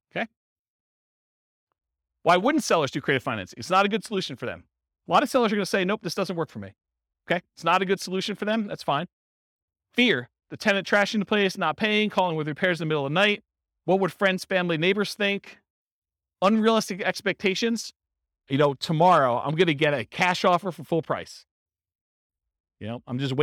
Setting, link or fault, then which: setting, live audience